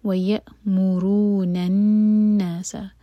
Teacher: نون پر شدہ تو نون پر غنہ کریں گے، ہولڈ کیا جائے گا 2 سیکنڈس